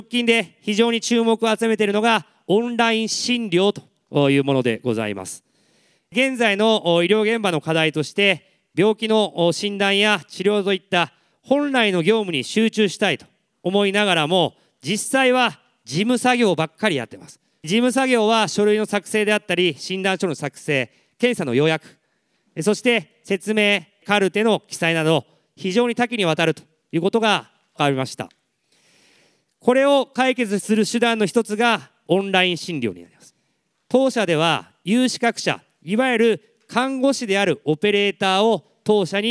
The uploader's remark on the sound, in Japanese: 東京・梅田で行われた「ラジオNIKKEI 相場の福の神 注目企業ＩＲセミナー」から。ＩＲプレゼンをお聴きください。